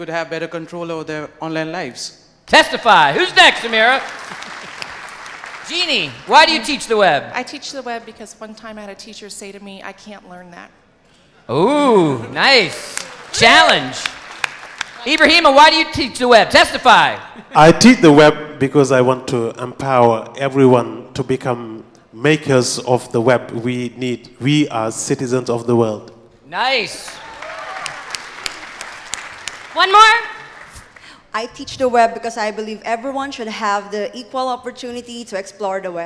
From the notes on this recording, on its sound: This is the #Airtime recording of the Mozilla Festival opening session in London.